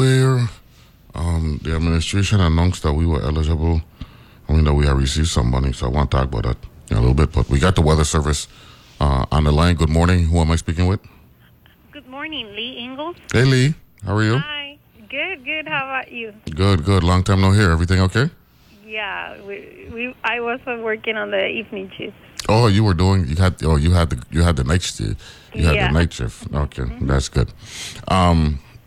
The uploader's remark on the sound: joined on the phone